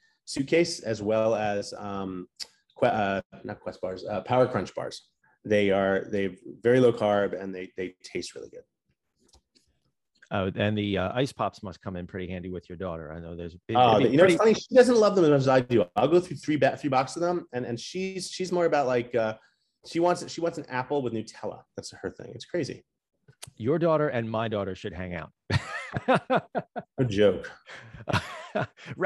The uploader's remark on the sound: We sat down (virtually).